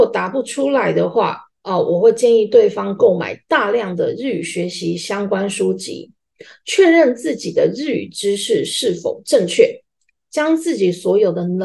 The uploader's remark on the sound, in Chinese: 地點：線上（zoom）